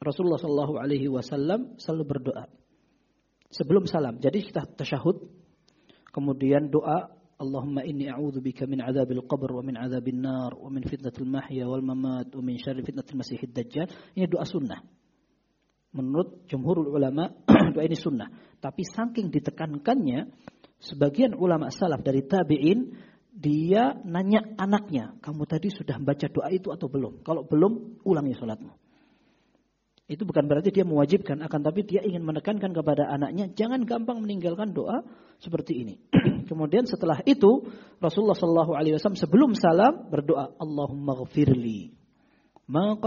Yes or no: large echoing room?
yes